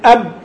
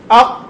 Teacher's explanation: إن الاعتراض هنا للنفس اعتراض كامل وانحصار كامل في مخرج الإيه الحرف، وليس الكلام عن المخرج وإنما كيفية انحصار الصوت فيه أو جريان الصوت أو توسطه.